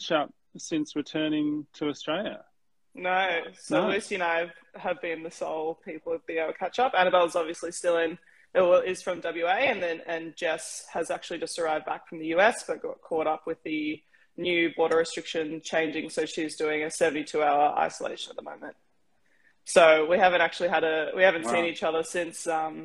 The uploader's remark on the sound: This was recorded as part of 776BC's The Movement Live on Instagram